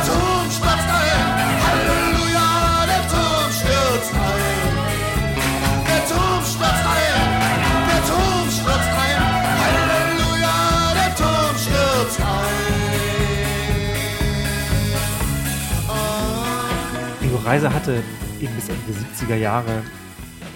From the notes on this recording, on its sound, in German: Diese Folge von Urban Pop wurde im Rahmen des Göttinger Literaturherbstes vor Publikum aufgezeichnet.